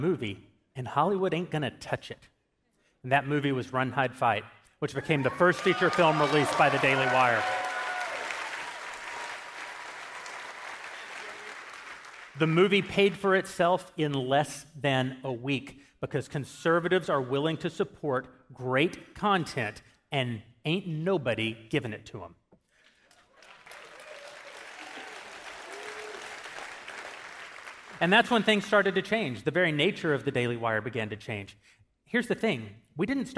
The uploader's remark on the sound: Our biggest live event of the year happened tonight at the historic Ryman Auditorium in Nashville, TN.